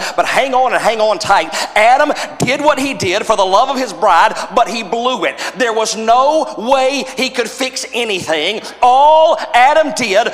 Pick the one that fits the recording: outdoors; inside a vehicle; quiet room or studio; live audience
live audience